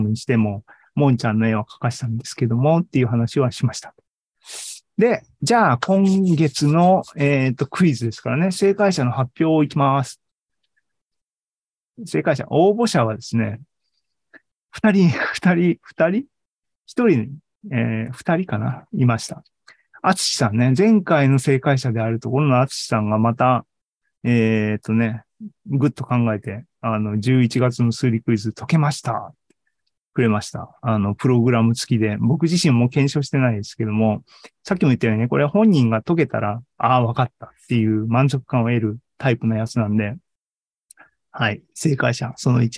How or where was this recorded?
video call